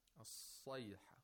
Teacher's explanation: And in order to do this, the root of the tongue is raised and also the mouth opens vertically · Term: thickness